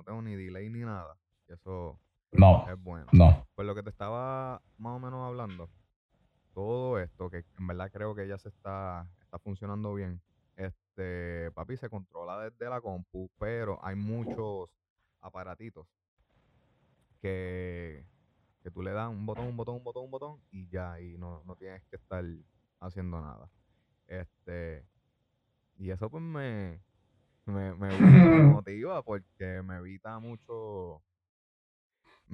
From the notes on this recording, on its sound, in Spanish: Estabamos haciendo una prueba de video llamada. Disculpen la calidad del audio otraz vez era una prueba.